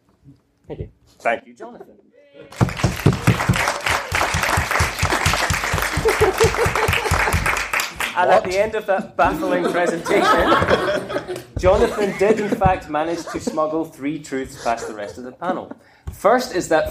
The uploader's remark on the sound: recorded at BASR 2016